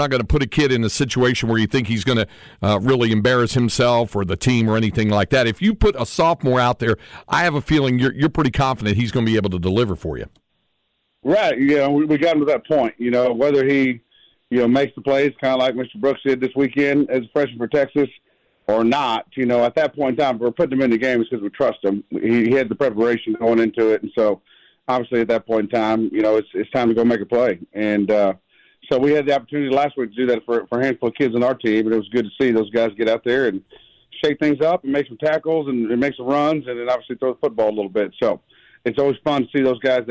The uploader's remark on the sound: joins via phone